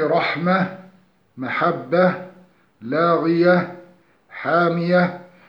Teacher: أما إذا كان الوقف على تاء التأنيث منون بالفتح فإننا نقف عليها بالسكون فقط، كما في رحمة، محبة، لاغية، حامية، فإننا نقف على كل من هذه التاءات بهاء ساكنة